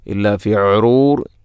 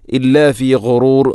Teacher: ഗൈന്, ഗൈ തൊണ്ടയുടെ ഏറ്റവും മുകൾ ഭാഗം · Shown in: second take